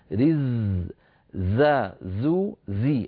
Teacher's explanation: الزاي لابد ان يكون صوتها مجهورا، ان يكون فيه الصفير كما هو معلوم